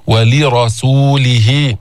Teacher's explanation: بين كسرة اللام كسر كامل بعدين انتقل إلى الراء المفخمة